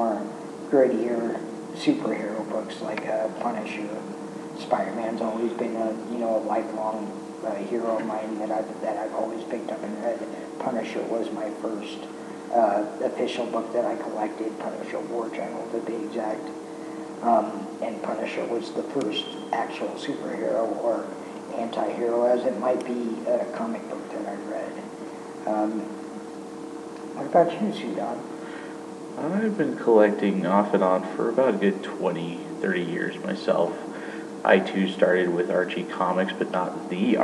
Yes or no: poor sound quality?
yes